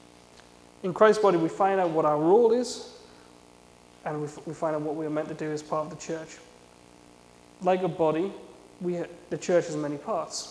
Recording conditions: large echoing room